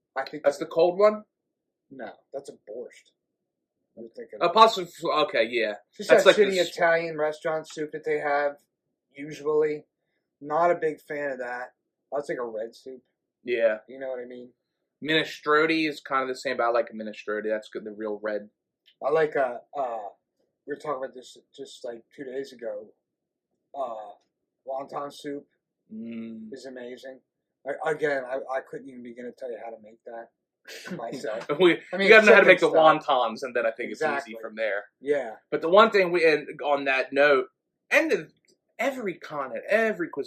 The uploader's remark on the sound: We apologize that the audio quality on this episode is not up to our usual standard but we had some technical issues.